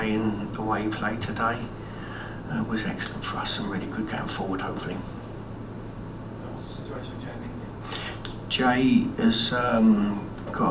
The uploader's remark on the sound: PRESS CONFERENCE